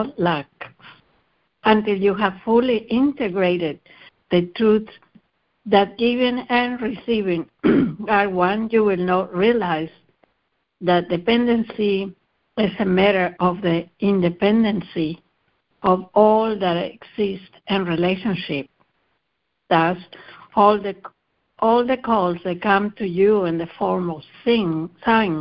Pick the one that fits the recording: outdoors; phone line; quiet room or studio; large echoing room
phone line